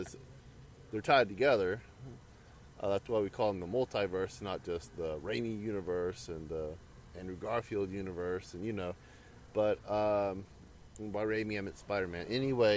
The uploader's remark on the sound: We literally recorded this in the parking lot right after viewing the film.